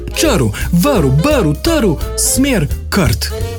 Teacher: Polglasnik pa izgovarjamo tudi ob vsakem r, ki ne stoji ob samoglasniku.